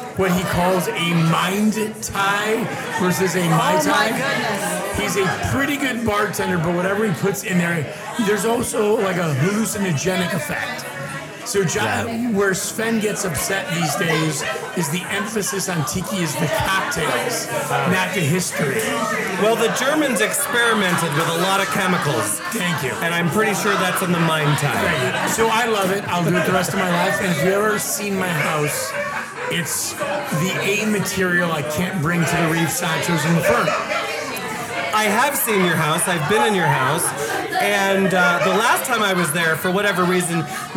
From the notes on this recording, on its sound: This episode of ZTL recorded at Tiki Caliente 14.